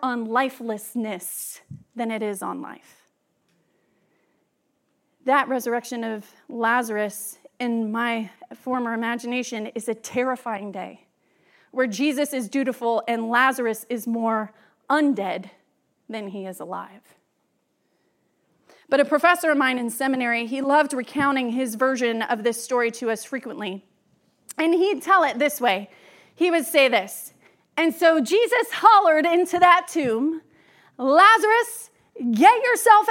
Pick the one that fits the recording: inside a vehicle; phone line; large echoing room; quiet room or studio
large echoing room